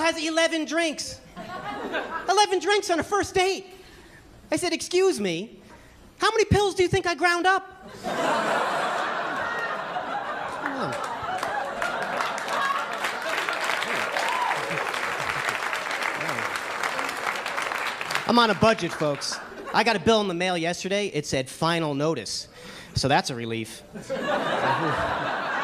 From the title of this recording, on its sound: Stand Up Comedy Live Gotham Comedy Club